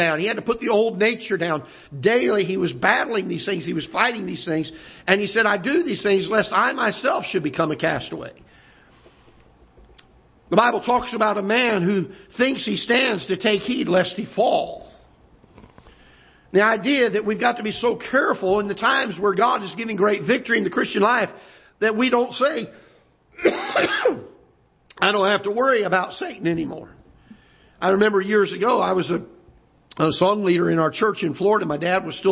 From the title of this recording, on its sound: Ketha Heights Baptist Church ~ Live Broadcast